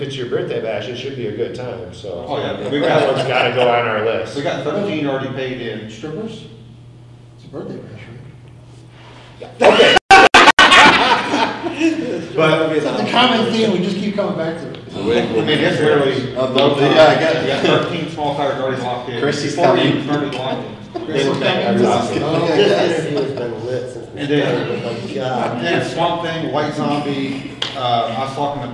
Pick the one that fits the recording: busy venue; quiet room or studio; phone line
busy venue